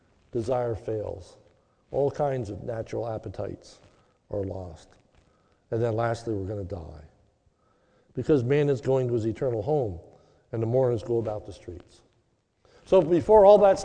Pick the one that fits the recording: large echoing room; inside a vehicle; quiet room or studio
large echoing room